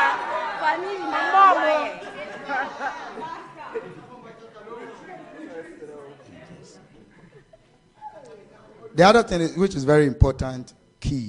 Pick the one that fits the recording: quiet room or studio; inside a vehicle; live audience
live audience